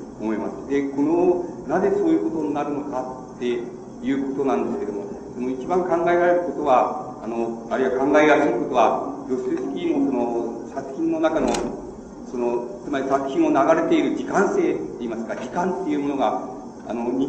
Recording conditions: background noise